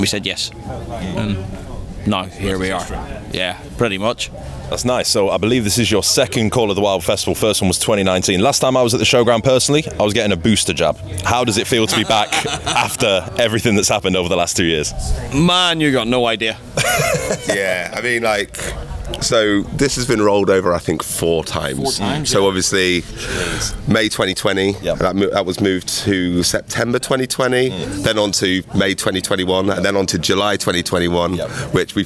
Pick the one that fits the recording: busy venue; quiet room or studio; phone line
busy venue